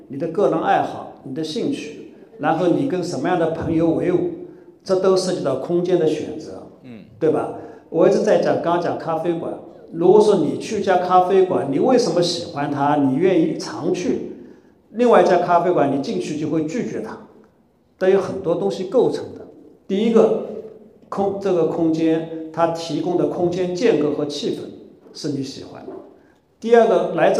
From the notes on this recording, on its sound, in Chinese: 本期播客是艺仓美术馆线下公教讲座现场实录